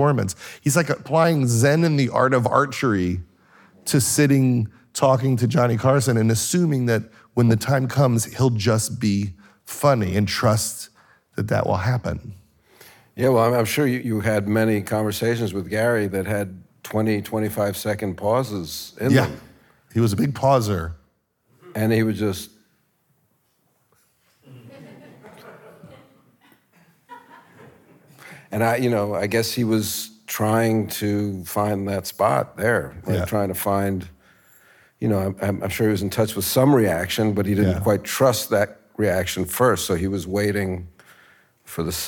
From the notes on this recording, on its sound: Sat down at a sold-out Murmrr Ballroom to share some heartfelt and hilarious stories, and to answer audience questions. Today’s show was recorded in Brooklyn. At Murmrr and Hook and Fade Studios.